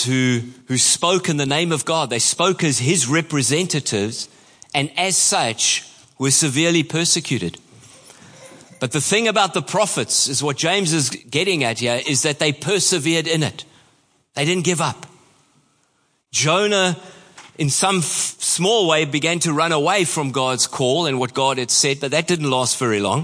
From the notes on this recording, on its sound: Preached at Horsham Downs on 27/08/23.